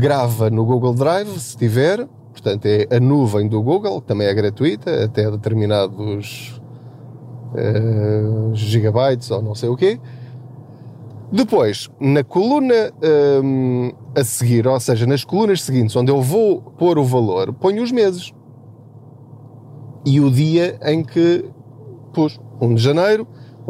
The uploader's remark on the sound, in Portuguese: Não ligue aos barulhos da viagem.